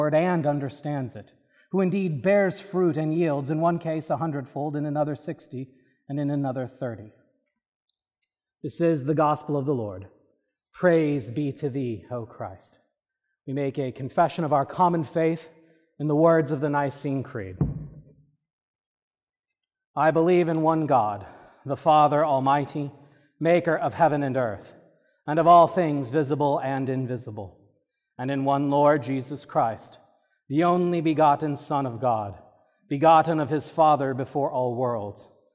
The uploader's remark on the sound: This is a recording from the service of Holy Communion according to the Book of Common Prayer (1662).